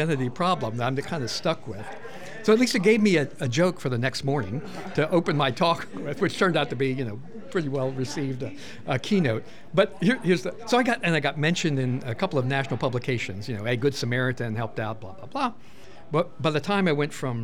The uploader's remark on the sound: 2023 CyberMaryland Conference. At this year's conference – which took place from December 6th to 7th, 2023, in Hyattsville, Maryland.